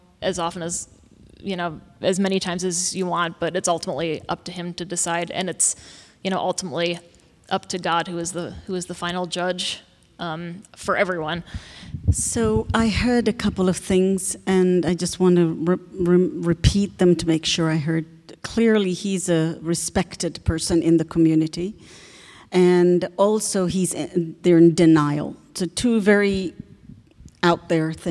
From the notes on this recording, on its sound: Q&A Discussion Circle w/the Imams. Receive questions from the congregation.